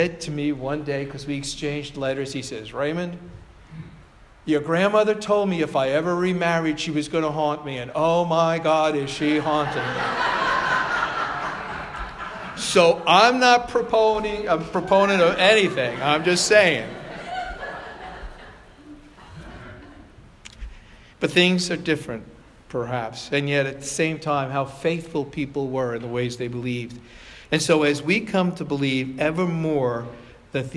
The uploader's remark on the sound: Provocation delivered on July 9, 2017 at Sayville Congregational United Church of Christ.